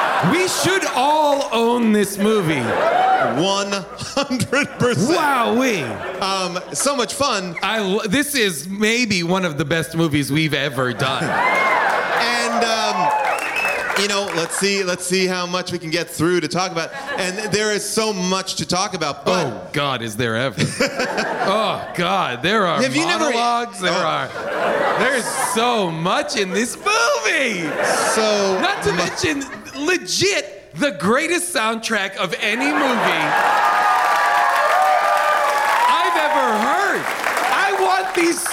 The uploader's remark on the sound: Recorded live from Largo at the Coronet in Los Angeles.